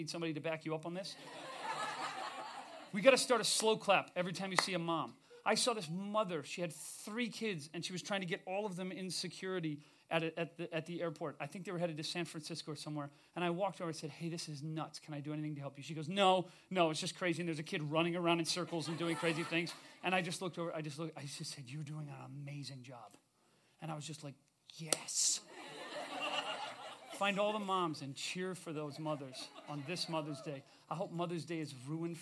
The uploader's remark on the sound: We recorded this episode live at the Mint in LA.